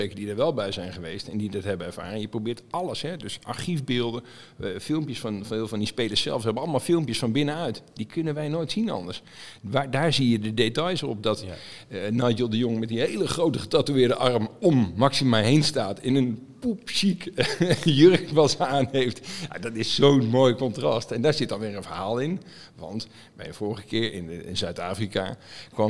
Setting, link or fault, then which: setting, busy venue